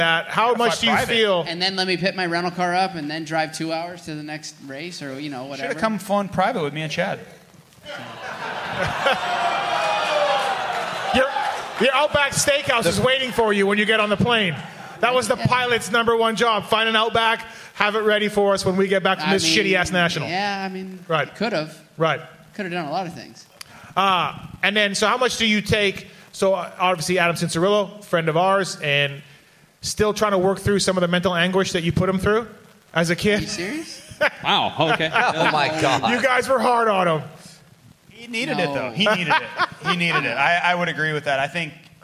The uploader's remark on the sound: Pulpmx/Racer X LIVE Podcast Show from Segerstrom Center for the Arts in Costa Mesa. We did it again, the second ever Live Pulpmx/Racer X podcast show from Segerstrom Center for the Arts in the OC.